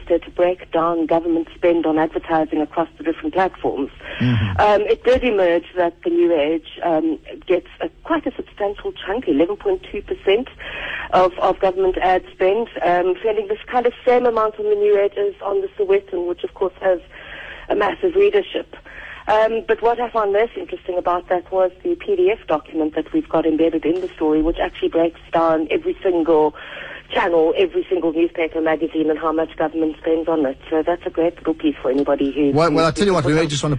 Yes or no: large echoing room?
no